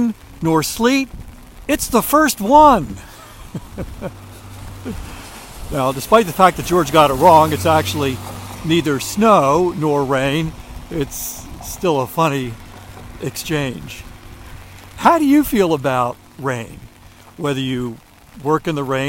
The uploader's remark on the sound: During today's ten-minute walk